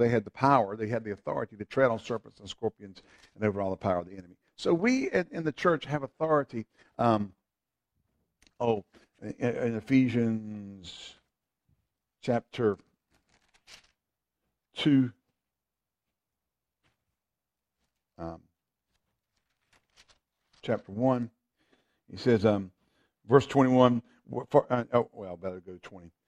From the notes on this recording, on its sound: FVC Wednesday Evening Service (Audio). Faith and Victory Church of the Piedmont Triad.